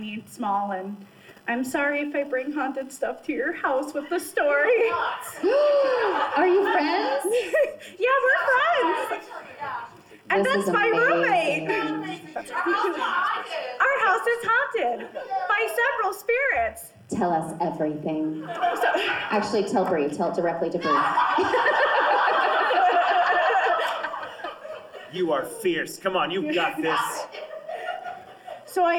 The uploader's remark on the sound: LIVE from GalaxyCon Minneapolis. Enjoy a live show.